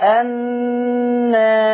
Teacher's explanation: لما قللت الالف كان لازم عليك انك ترقق الراء · Term: الترقيق